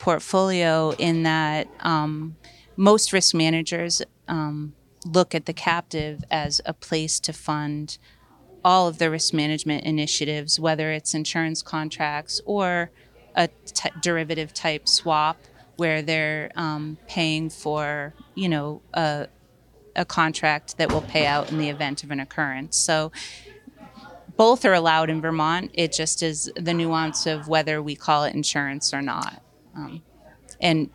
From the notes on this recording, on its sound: Panelists spoke with AM Best TV at the annual Vermont Captive Insurance Association conference in Burlington.